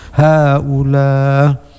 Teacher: apabila waqaf di haula, Imam Hisham dengan lafadznya hamzah menjadi tashil